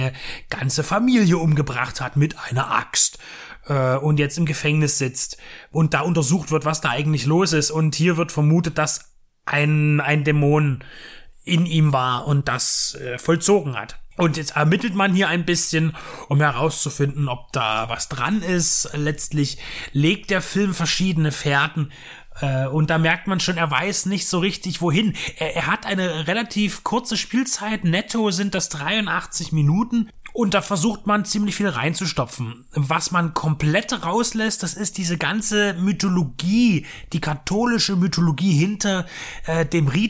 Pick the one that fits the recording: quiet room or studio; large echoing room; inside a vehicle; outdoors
quiet room or studio